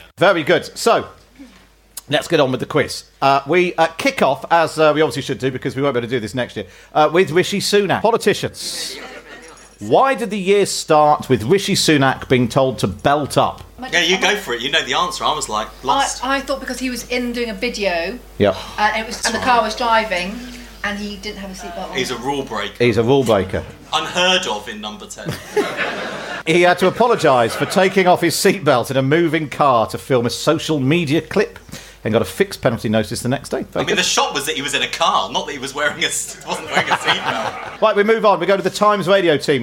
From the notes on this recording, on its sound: In front of a live audience in London.